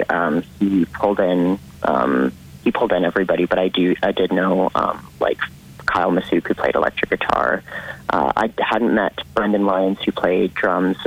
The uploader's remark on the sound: on the phone